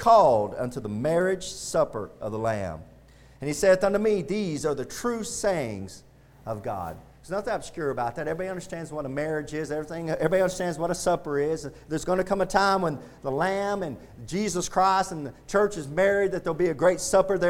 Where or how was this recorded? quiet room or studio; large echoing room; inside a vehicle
large echoing room